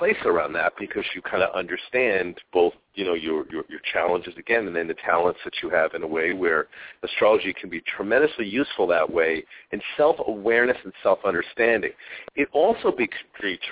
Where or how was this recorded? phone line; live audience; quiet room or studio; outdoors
phone line